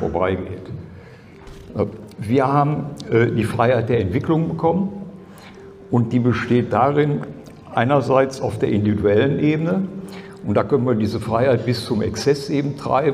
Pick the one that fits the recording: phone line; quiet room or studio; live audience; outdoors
live audience